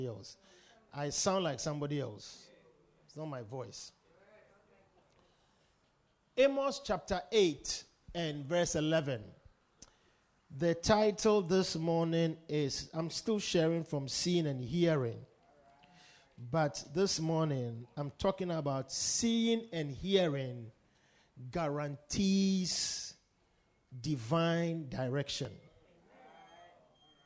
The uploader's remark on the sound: Preached at the Victory Secrets Service.